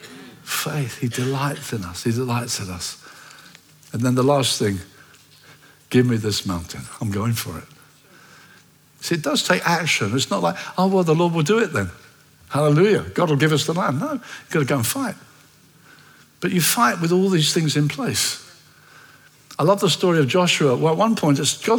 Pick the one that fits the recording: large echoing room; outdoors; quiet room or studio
large echoing room